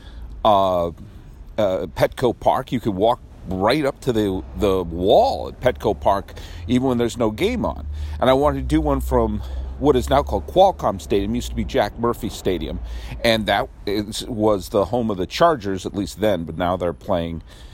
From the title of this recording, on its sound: Outside Dodger Stadium